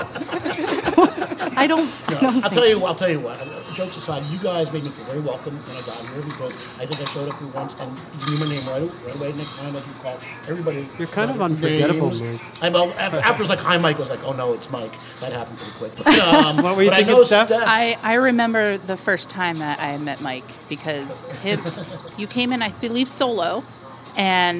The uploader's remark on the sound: Go live via the Barryville Radio Satellite, direct from Back to Baker’s , Barryville’s favorite bar and grill! Go live via the Barryville Radio Satellite, direct from Back to Baker’s , Barryville’s favorite bar and grill!